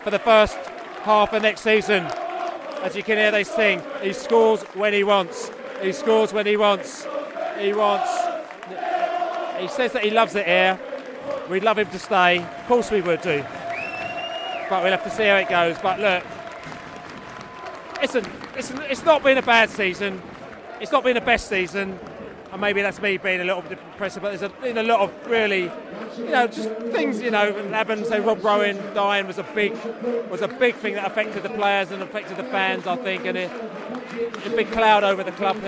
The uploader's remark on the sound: post-match podcast from the pub